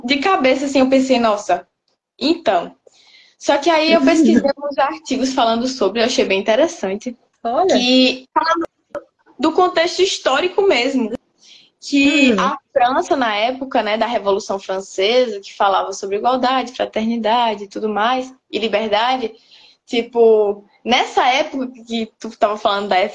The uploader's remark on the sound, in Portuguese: Live realizada através do Instagram